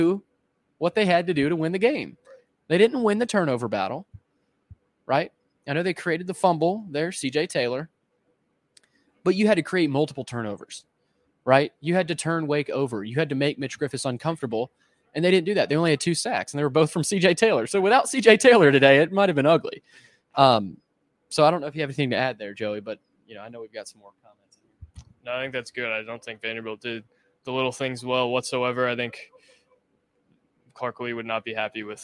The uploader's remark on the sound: Report from Allegacy Stadium in Winston Salem for an instant reaction following Vanderbilt's 36-20 loss to Wake Forest.